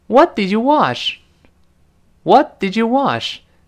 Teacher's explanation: What 最后那个 t 当然又失去爆破。因为这个爆破音后面出现其他的辅音，连读是必然要爆破的。What didyou？ did you 还是变成这个之的声音